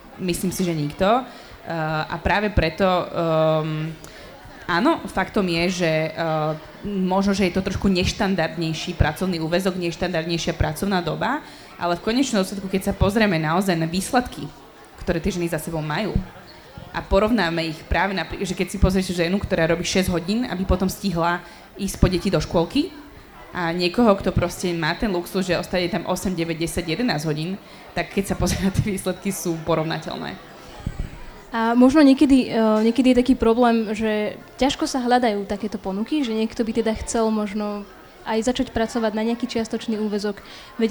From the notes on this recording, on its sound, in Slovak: Rozhovor sme nahrávali na festivale Učiaca sa Trnava v októbri 2021.